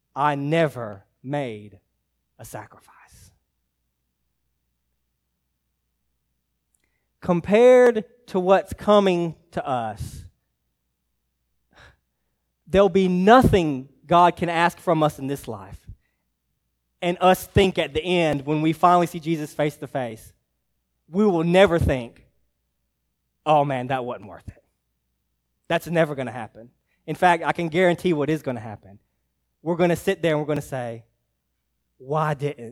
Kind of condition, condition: setting, large echoing room